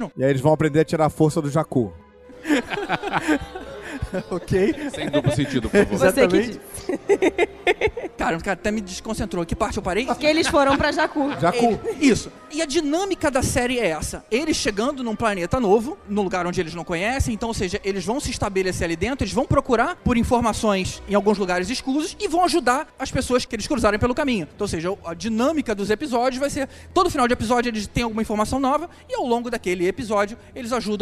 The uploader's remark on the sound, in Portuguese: Star Wars Day Ao Vivo. No palco do evento. Se você esteve conosco lá no teatro, não deixe de ouvir este episódio também porque ele tem conteúdo complementar que foi gravado fora do palco.